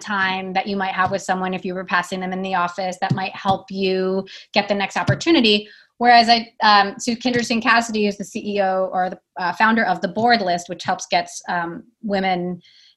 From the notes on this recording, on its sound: Posting the audio recording of our Book Club Zoom session